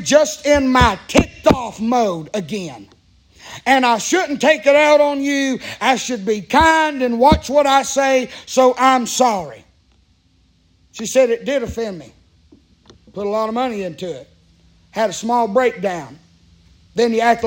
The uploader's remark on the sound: preaching live from Still Water Baptist Church